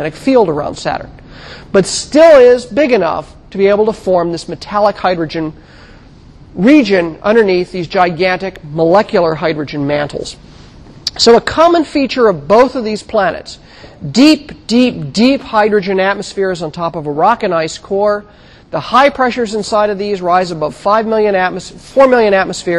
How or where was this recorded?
large echoing room